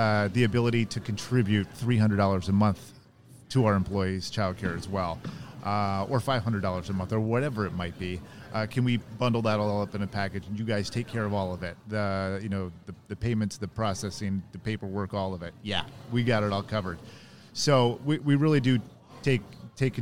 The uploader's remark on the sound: Live from SHRM 2022.